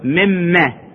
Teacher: هاي من نون والتقت بالميم يصير إدغام